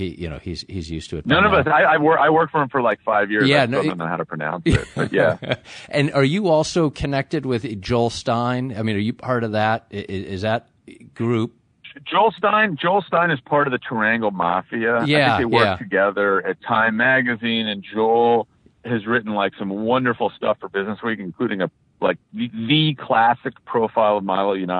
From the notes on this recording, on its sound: He was on a cell phone in a Washington D.C. Area garage, so the audio is mostly good.